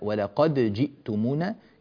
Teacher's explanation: ننبه إلى تحقيق الهمزة في كلمة جئتمونا، وأن الدال هنا ليست مدغمة، لا نقول ولا قد جئتمونا، لا، ولا قد جئتمونا، كذلك هي في رواية إمامنا رحمه الله تعالى.